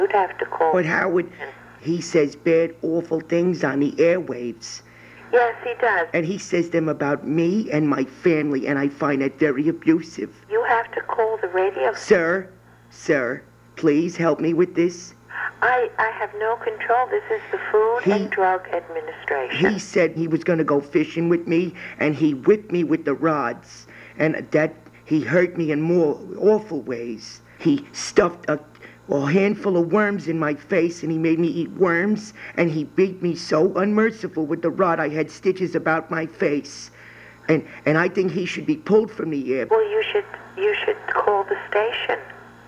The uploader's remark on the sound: Prank Phone Calls